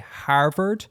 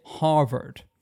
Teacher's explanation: Wikipedia says that apparently this crops up in some dialects of English where some people won't say Harvard, they'll say Harvard. They'll nasalize the A after the glottal H. · Shown in: second take · Term: Rhinoglottophilia